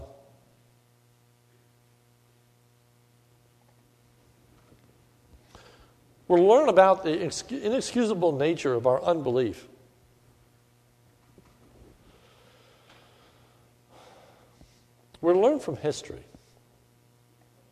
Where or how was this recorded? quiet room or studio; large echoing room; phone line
large echoing room